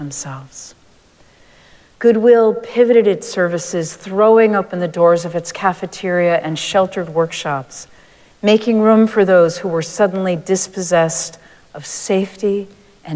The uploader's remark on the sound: Recorded live at Arlington Street Church.